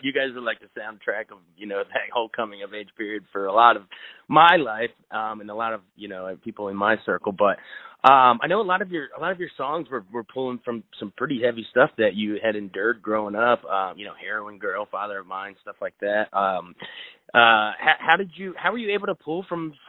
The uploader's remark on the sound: They spoke over the phone